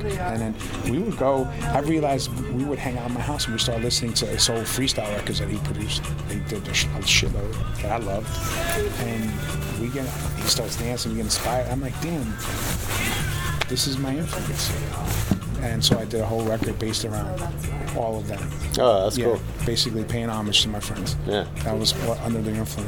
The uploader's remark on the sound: LIVE at ADE